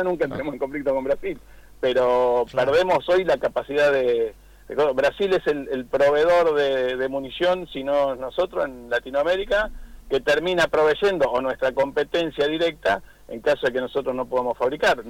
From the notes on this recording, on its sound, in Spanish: Entrevista telefónica